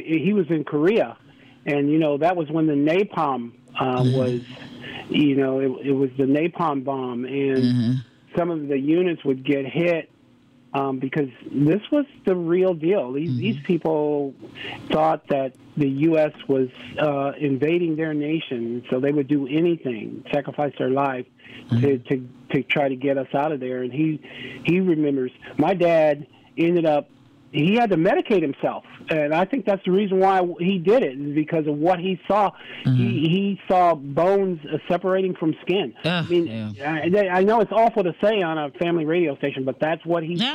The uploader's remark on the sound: Today We Had Open Lines, Focused Around Veterans Day. Our Callers Called In With Their Salutes & Stories.